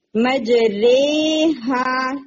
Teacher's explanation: بہت زیادہ یا آ گیا، 75% اس میں یا ہے، صرف 25% اس میں الف رہ گیا · Term: امالہ کبرا